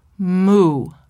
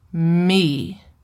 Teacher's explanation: Do you feel how your lips go forward on the moo and your lips retract slightly on me?